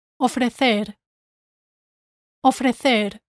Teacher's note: to produce the single R sound, you need to flap your tongue just once against your palate.